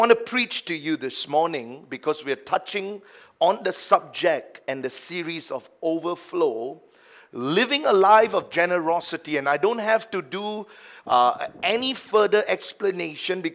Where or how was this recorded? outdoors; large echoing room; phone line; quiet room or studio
large echoing room